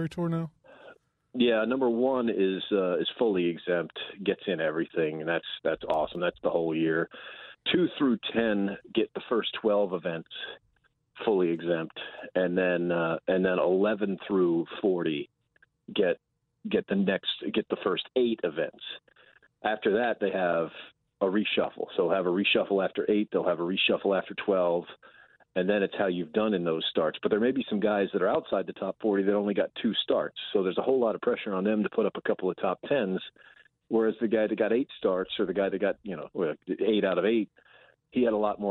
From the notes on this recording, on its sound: on the phone.